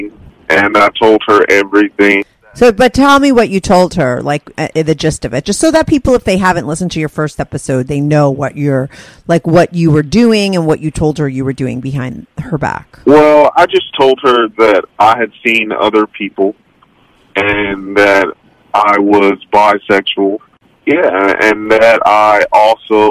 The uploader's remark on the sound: he called in to talk all about it